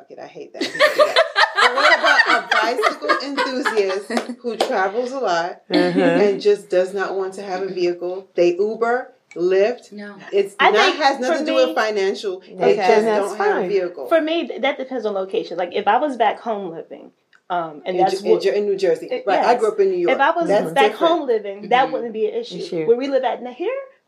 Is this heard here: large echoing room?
no